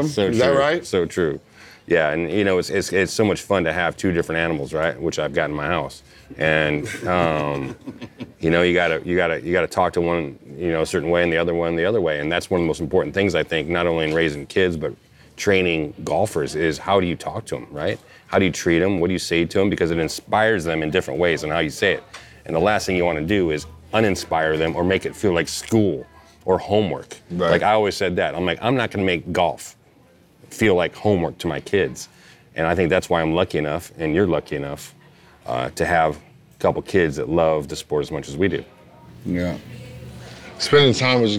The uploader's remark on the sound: We're on location at The Hay in Pebble Beach.